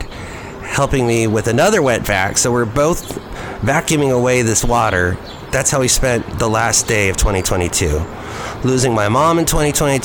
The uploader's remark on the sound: Podcast live from Cafe Anyway.